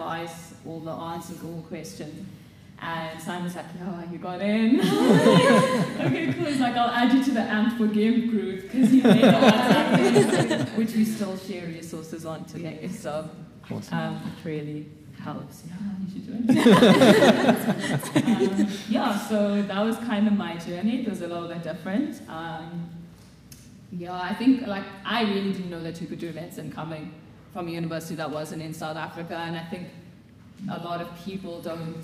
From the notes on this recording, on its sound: This episode was recorded at a live event which took place on the 26th of April 2023 at the Faculty of Health Sciences lecture halls at WITS. The event was well-attended, and recorded in front of a live audience of prospective medical students.